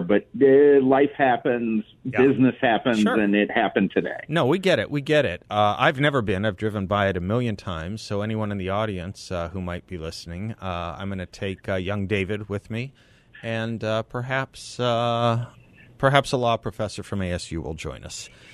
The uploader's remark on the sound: By phone for the full hour.